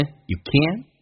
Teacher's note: You 不被强调，可以说成一个也，弱化成也，而且降调读变成 youcan。基本上没有听到 you 这个单词。Youcan，天跟 always 有连音，你要记得 nt 组合，它不能用 t 连音的啊。美式发音当中用 n 进行的连音叫 you can always rely on